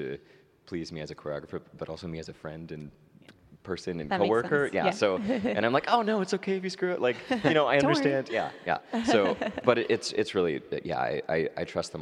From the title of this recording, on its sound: LIVE from San Francisco Ballet’s Unbound Festival